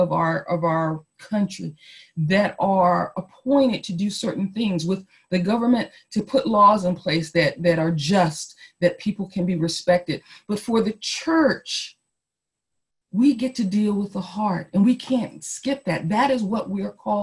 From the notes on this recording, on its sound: Our zoom streamed service